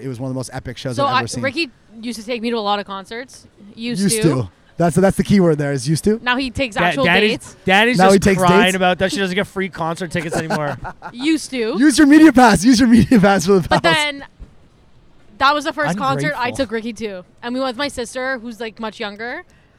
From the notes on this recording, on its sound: Big thanks to the team at Piccolo for hosting us on their lovely patio last Saturday for our first ever LIVE podcast.